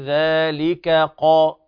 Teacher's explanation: انتقال من الكاف المرققة إلى القاف المفخمة المستعلية